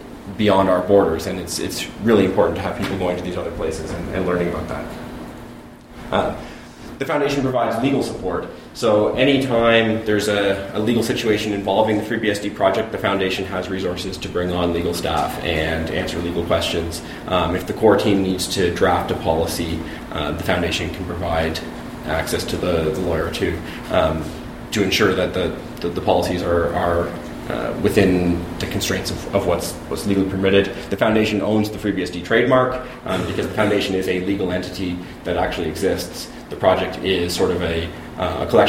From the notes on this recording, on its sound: A recording from vBSDCon 2015 of the talk